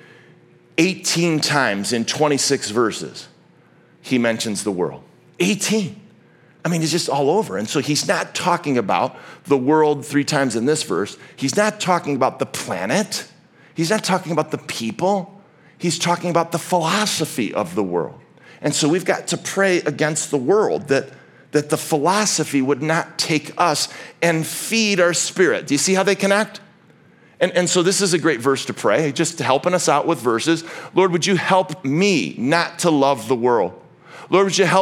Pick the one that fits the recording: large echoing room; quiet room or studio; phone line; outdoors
large echoing room